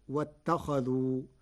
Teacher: قرأ ورش كلمة واتخذوا بفتح الخاء فتصير واتخذوا بفتح الخاء على الخبر عطفا على ما قبله.